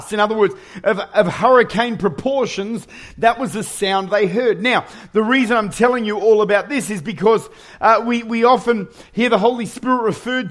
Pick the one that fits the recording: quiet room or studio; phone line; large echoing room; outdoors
large echoing room